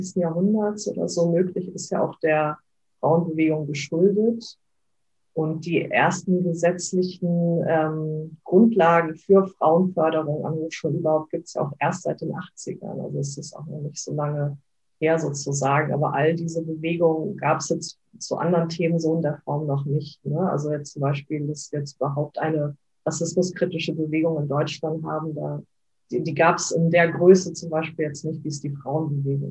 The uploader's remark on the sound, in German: Leider ist die Audioqualität nicht so gut